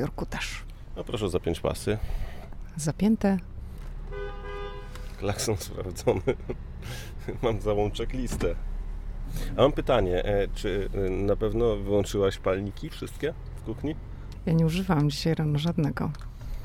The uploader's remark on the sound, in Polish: Podcast z drogi, trasa : Waszyngton-Nowy Jork. Podcast został nagrany w samochodzie podczas podróży na tym odcinku.